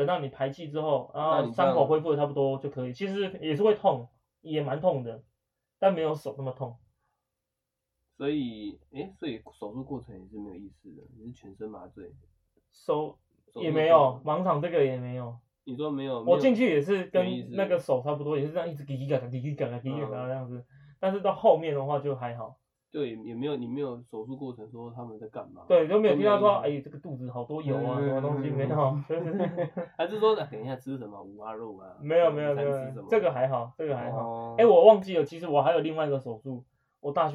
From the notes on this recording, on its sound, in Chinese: 這一集的收音會有點瑕疵